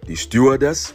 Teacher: You can put the emphasis on the first syllable. Die Stewardess, which is what I prefer.